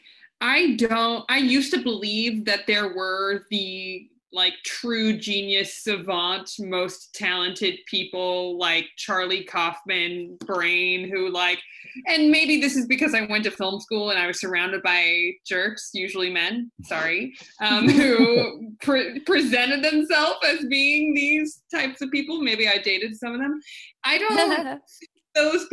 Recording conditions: video call